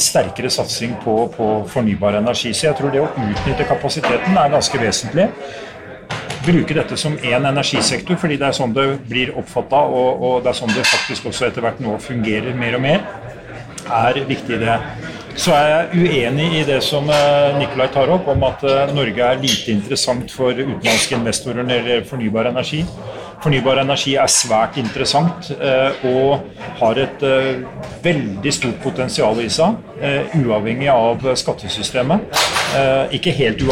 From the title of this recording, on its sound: Klimaoptimistene live fra Zerokonferansen 2022